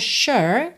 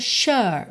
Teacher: Numa pronúncia mais britânica fica sure. Ou seja, quase nada enrolado. É mais um prolongamento da vogal. · Shown in: second take